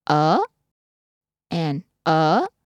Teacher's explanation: ở, is said in the falling rising tone